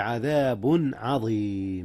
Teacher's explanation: أظهر التنوين قبل العين، والعين من أحرف الحلق · Term: إظهار